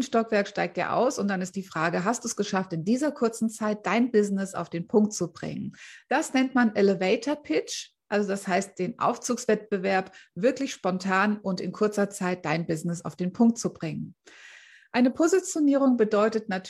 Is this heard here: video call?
yes